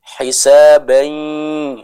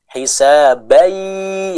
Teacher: Sebagiannya ada di mulut, sebagiannya lagi kita masukkan hidung untuk membaca sifat gunahnya. · Shown in: first take · Term: gunnah